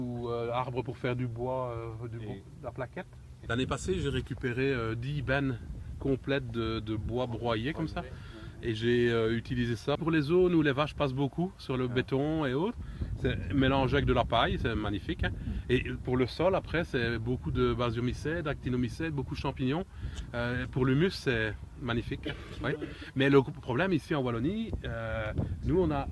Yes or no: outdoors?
yes